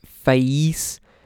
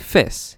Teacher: the Cockney diphthong is replaced by a near monophthong. · Shown in: second take